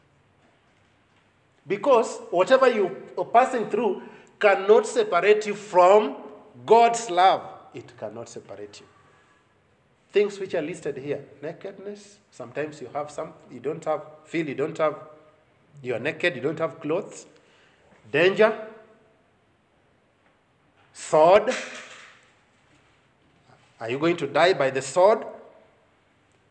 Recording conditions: live audience